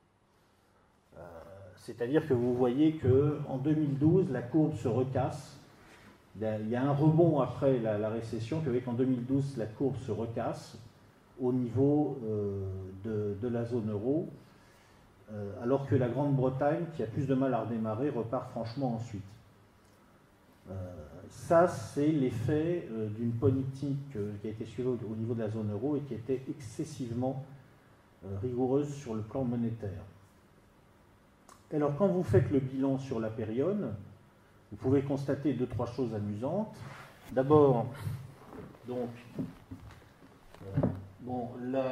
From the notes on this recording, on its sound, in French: le 3 juin 2017 à Amiens pour une conférence